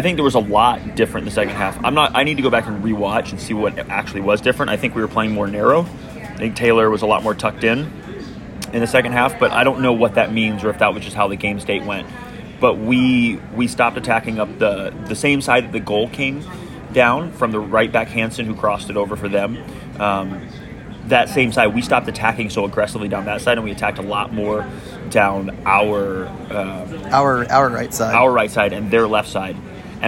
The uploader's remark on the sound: While sitting in San Diego International Airport (apologies for the background noise).